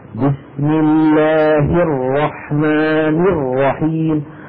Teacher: الكسرة تبع الهاء في لفظ الجلالة كسرة كاملة